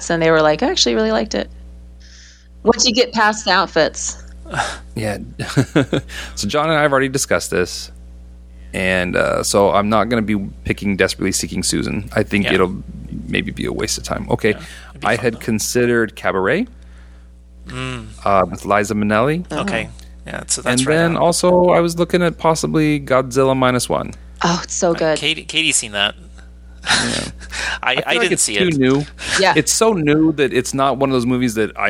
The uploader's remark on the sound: Big apologies for the background buzz. It must be the USB plug for the mic.